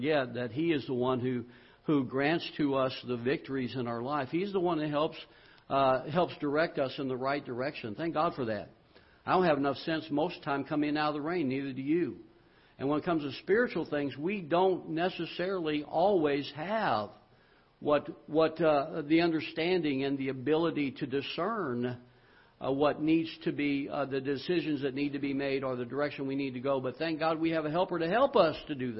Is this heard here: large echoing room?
yes